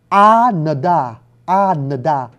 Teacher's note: Khi mình nói chữ Ananda mình nghe chỉ có chữ A đứng đầu, thật ra không đúng. Cổ họng mình ngắt lại một cái trước tiên là một phụ âm rồi mới tới chữ A.